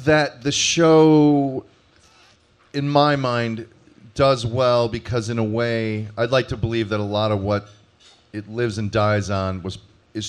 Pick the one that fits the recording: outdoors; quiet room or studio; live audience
live audience